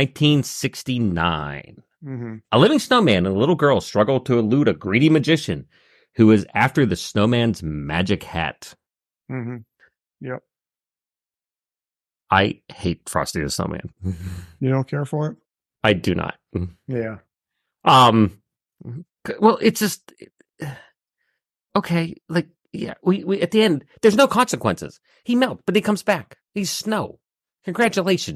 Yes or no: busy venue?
no